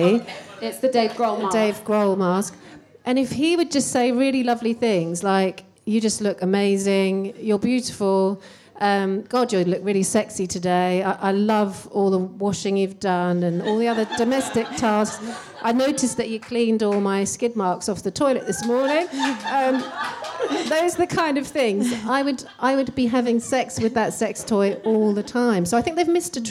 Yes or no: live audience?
yes